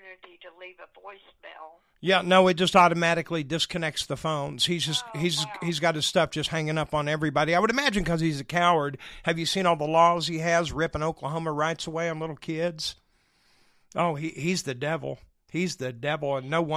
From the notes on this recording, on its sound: W/actual audio from KOTV & a Call to a Senator.